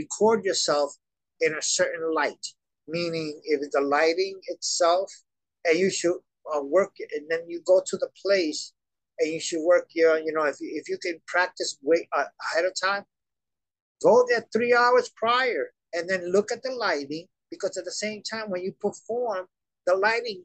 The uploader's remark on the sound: Glamorous disco lights, ornately fun decorations and cocktail lounge furniture gives his apartment a festive, playful atmosphere. An atmosphere that made our zoom interview delightfully enchanting.